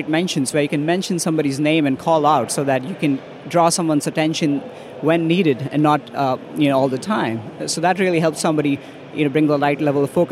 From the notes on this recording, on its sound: The final episode of this special series that we recorded in partnership with Microsoft from their Future Decoded event in ExCeL, London.